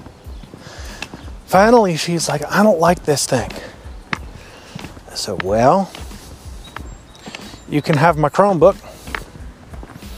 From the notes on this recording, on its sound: Made and edited on my IPad, uploaded to Anchor via the IPad, and the writing was done via my iphone. It's a beautiful day and so I'm out walking and talking and listening to the radio.